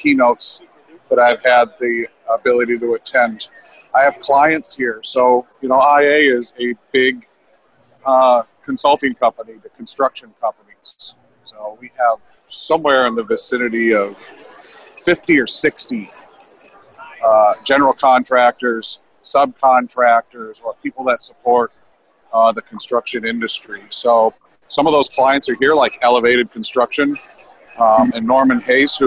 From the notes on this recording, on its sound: films at Procore's conference, Groundbreak, in Phoenix